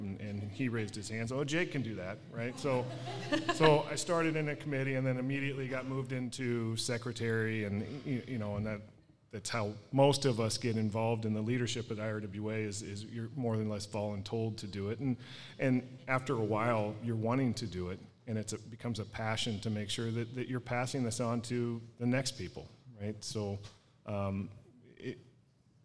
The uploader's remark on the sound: LIVE! From the 67th Annual IRWA International Conference. LIVE from the 67th Annual International Conference in San Antonio, Texas!